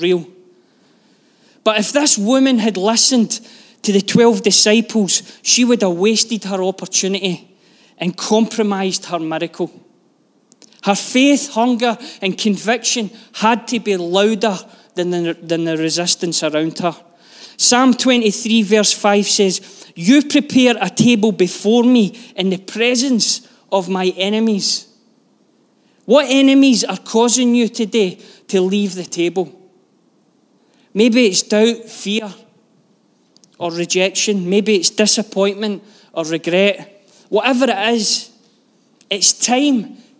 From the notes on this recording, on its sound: Live from our Sunday gathering on 05/03/23